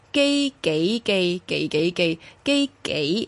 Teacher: 当我哋读紧嗰个字咧系巧思边嗰个几字嘅话咧，就要读几吓，就系上声吓